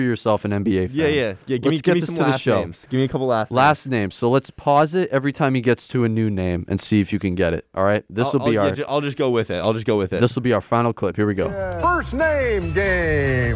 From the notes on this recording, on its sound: a rabid Marquette campus on a beautiful Saturday morning